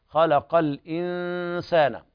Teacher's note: ولا بد من إخفاء النون عند السين إخفاء حقيقيا لوقوع السين بعد النون الساكنة